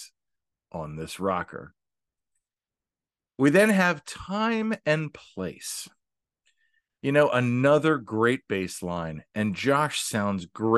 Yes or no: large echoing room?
no